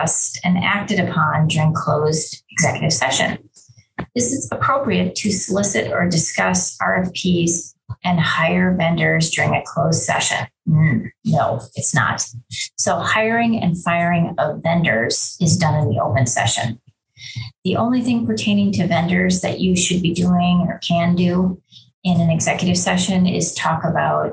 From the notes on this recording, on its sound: Zoom & Facebook Live First Friday Free Call-In